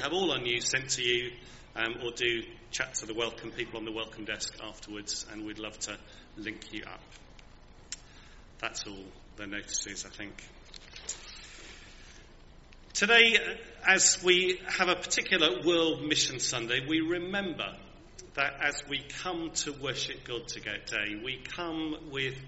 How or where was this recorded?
large echoing room